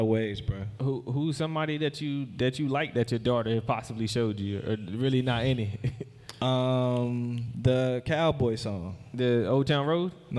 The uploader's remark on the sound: Live at BeSocial in front of an audience.